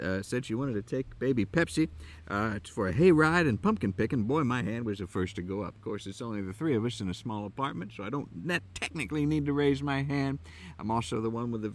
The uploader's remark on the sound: From deep within a way-too-challenging corn maze in Southern Ohio. As the light fades and the animals/wild children begin to make strange noises.